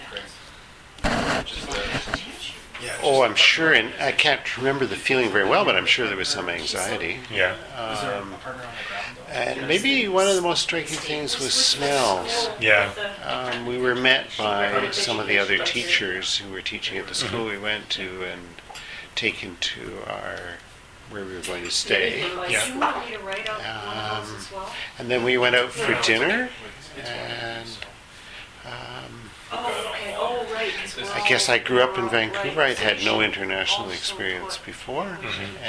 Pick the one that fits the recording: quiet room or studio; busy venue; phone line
busy venue